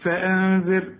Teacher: هنا النون بعدها الذال، الذال من حروف الإخفاء، عاوزين غنى